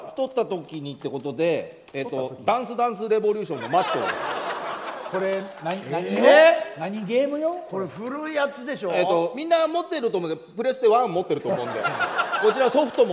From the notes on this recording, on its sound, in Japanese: 大千秋楽の大阪公演後に公開収録を開催しちゃいました！